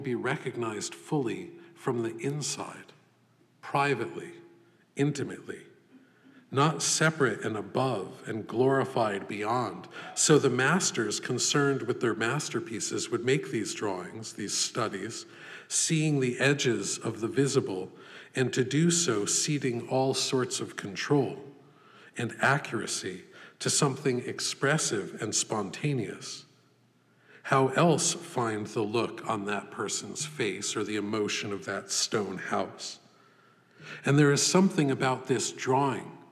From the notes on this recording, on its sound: This lecture was given May 22, 2014, at the Poetry Foundation.